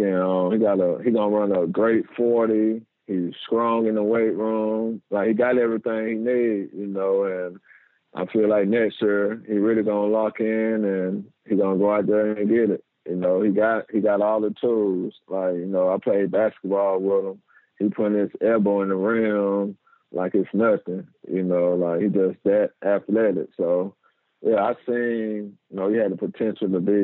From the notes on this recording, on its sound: joined on the Modern Woodmen phone line (37:55)